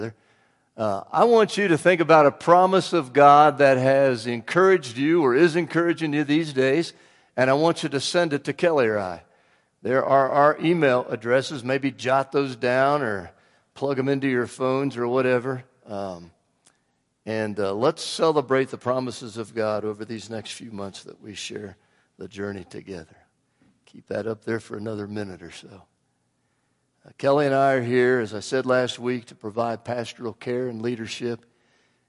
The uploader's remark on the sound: Woodland Life Church Live.